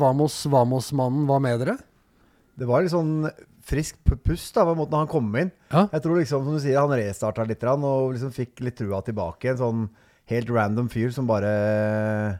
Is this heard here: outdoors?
no